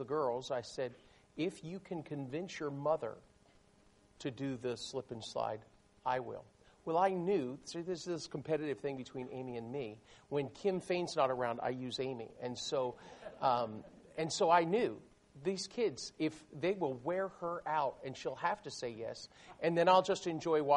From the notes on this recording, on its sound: These messages were recorded during a service at Memorial Baptist Church in Ocala, Florida.